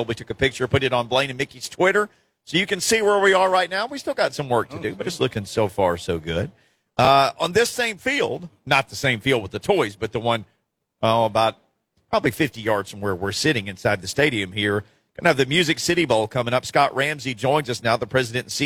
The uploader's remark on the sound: Live at Toy Field in Nissan Stadium